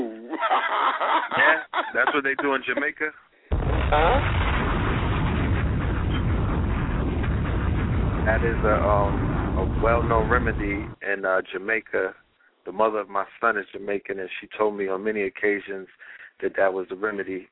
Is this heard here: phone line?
yes